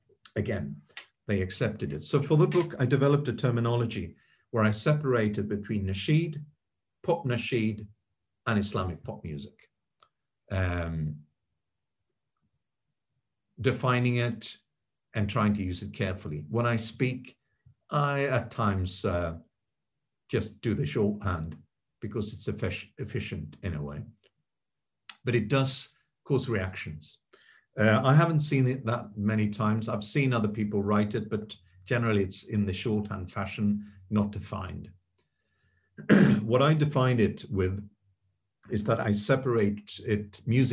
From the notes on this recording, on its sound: This public talk was conducted online via Zoom.